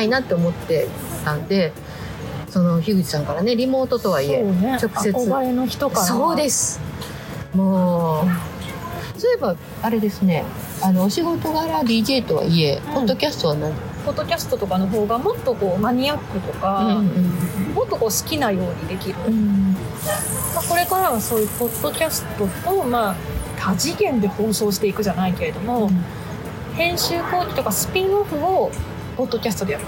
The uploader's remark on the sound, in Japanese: 下北沢ポットキャスターによるマーケットイベントpodcast weekendにて収録。